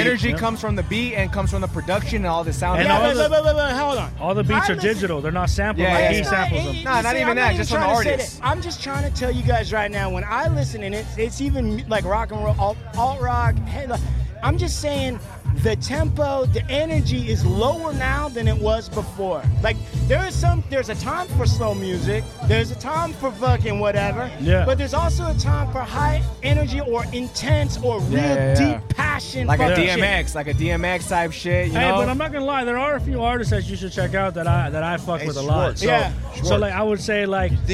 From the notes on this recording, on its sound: the Santa Monica Car Show recorded live